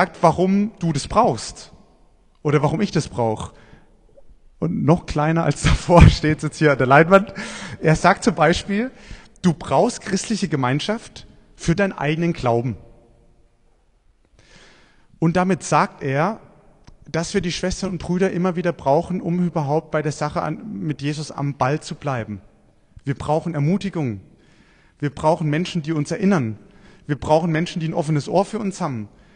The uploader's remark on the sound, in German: Predigt beim Buß- und Bettag in Kraichtal 2023